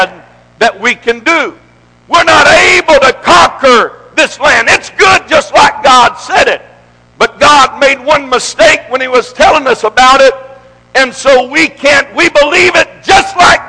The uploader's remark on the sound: This message is broadcast live from the First Pentecostal Church in Silsbee Texas